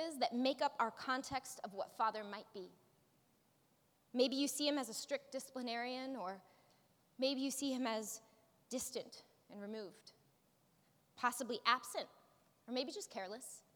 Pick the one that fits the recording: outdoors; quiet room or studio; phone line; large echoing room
large echoing room